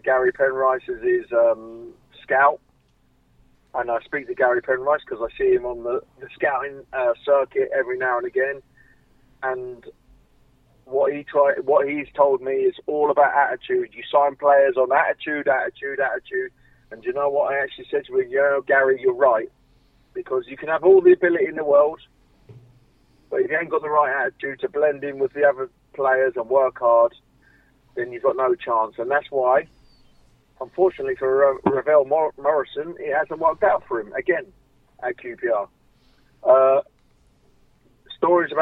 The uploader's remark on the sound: On the phone